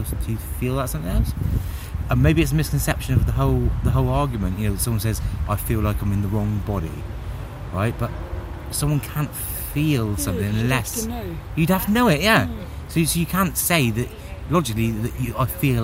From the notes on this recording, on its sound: I recorded this one down the park